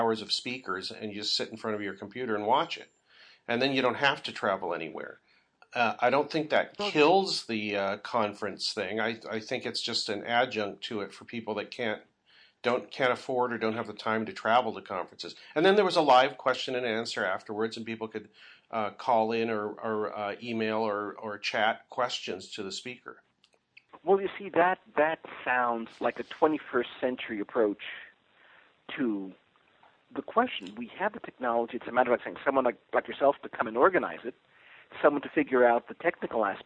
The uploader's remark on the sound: We recorded this show as a phone call on August 8th.